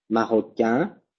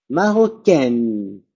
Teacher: pronuncio la N final. Eso me marca que es femenino. · Shown in: second take